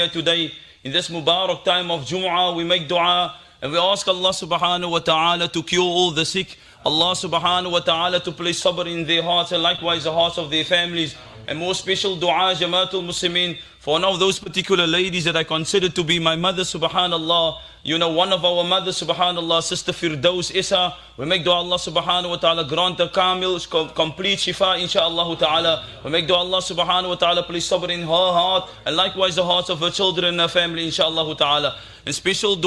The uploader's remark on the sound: Bayview Masjid Jumuah